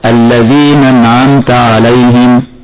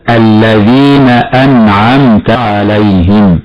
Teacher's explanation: همزة القطع لا بد من تحقيقها هنا، ويجب ألا تحذف حال وصلها للكلمة قبلها · Shown in: second take · فبعضهم يقرأ خطأ هكذا: الذين أنعمت عليهم، فيحذف همزة القطع، والصواب إثباتها هكذا: الذين أنعمت عليهم.